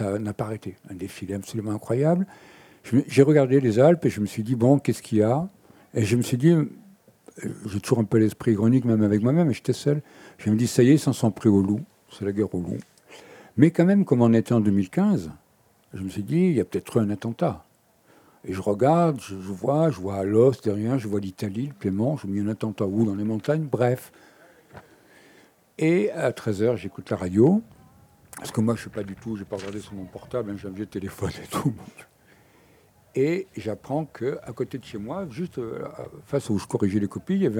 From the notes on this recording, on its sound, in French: Émission réalisée en direct depuis les Automnales de Salagon. Émission réalisée en direct depuis les Automnales de Salagon.